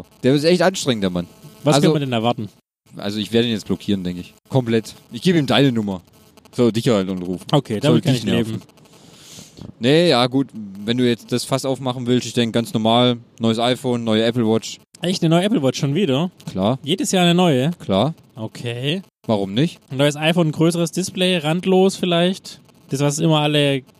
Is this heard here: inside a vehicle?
yes